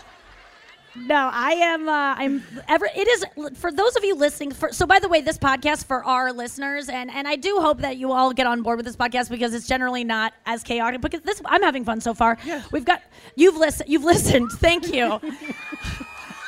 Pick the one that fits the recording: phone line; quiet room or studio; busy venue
busy venue